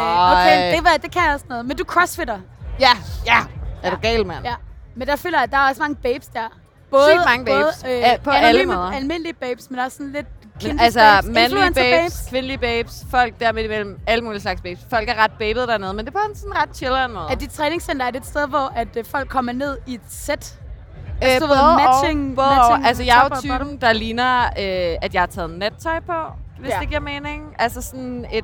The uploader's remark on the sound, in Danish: talt med glade festivalgæster